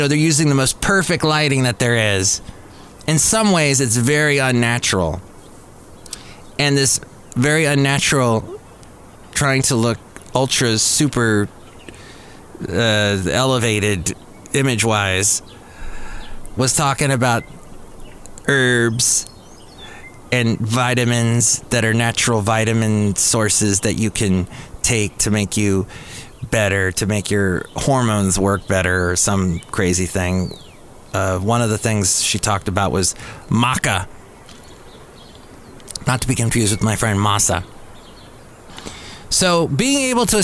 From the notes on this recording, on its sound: podcasts live from Cafe Anyway